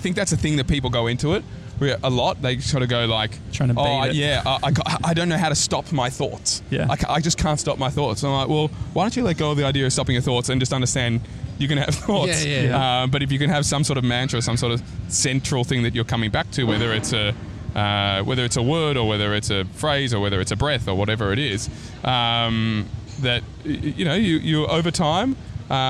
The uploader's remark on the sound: A chat on a park bench in New York City's famous Washington Square Park.